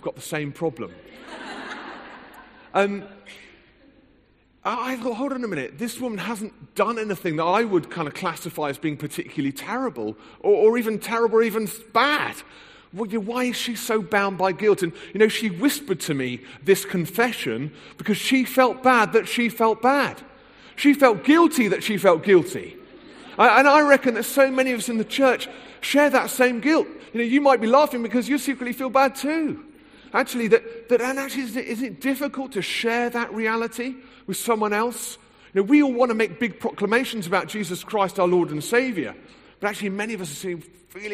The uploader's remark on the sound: recorded at the HTB Free to Be Conference 2013